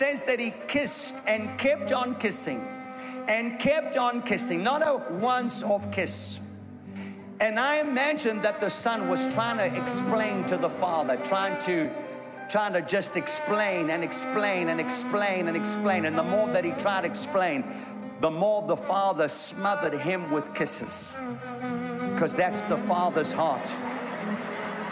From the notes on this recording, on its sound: A sermon recorded live at the Durban Christian Centre.